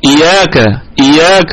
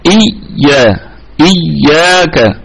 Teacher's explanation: إياك هذه الياء مشددة، ما يجيش واحد يقول إياك إياك، لا، لابد أن ترتكز على الأولى الساكنة ثم تأتي بالمفتوحة · Shown in: second take